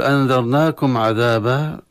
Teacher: نظهر الميم عند العين